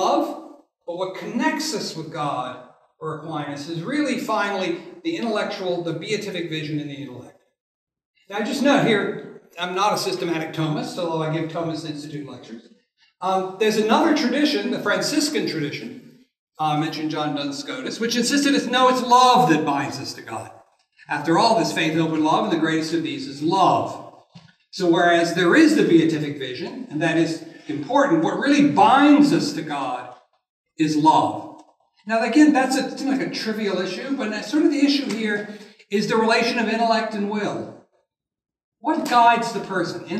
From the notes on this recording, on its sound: This lecture was given on March 29th, 2023 at the University of Nebraska at Lincoln.